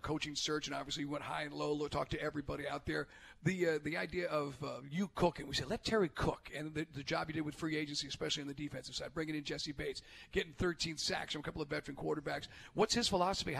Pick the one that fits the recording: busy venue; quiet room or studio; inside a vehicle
busy venue